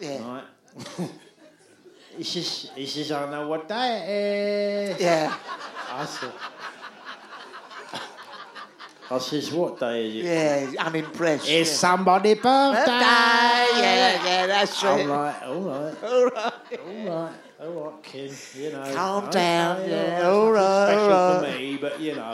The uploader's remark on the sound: LIVE at the Underbelly, London, 7th June 2019.